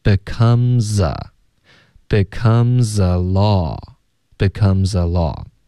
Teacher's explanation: becomes 的 z 音跟 a 要连读